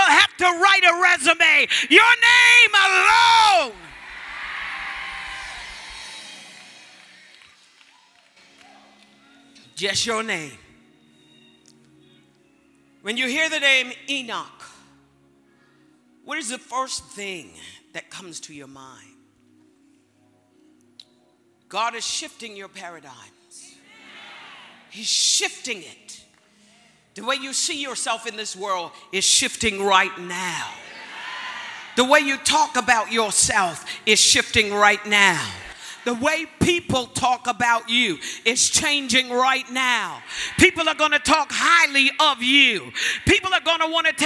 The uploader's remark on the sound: Word Explosion Conference, 2019: Day 3